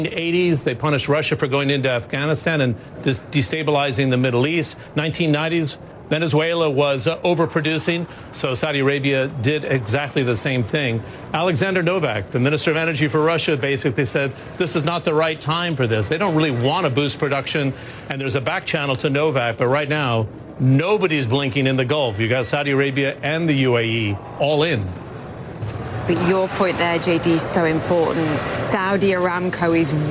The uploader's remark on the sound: live from the New York Stock Exchange